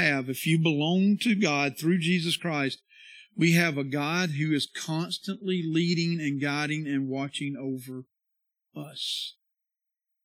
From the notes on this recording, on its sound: This is the sermon from our worship service on Sunday 9/4/22